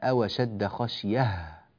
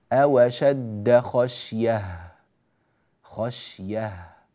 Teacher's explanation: في قوله تعالى في الوقف على قوله تعالى أوشد خشيه، عندنا حرف التاء إذا وقفنا عليه ينقلب إلى هاء · Shown in: first take · طبعا المقطع فيه شيء من الطول، فربما وجد القارئ نفسه قد ضعف فيصل إلى آخر المقطع ولا يأتي بزمن الهاء بشكل صحيح، فيقول أوشد خشية يا، فيفتح ياء فقط دون أن يأتي بهاء بعدها، أوشد خشية بهذه الطريقة.